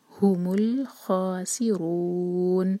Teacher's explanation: رو heavy اور چار حرکہ، مد علی سکون اور آخر میں نون کی آواز کلیئر آئے